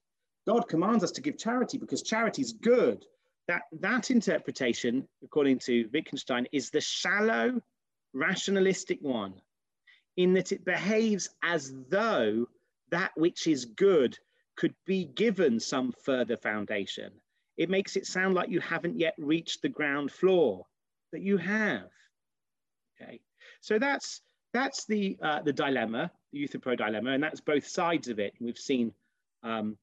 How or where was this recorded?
video call